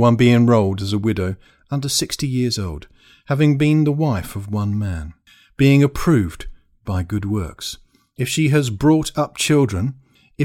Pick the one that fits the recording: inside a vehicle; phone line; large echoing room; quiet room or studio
quiet room or studio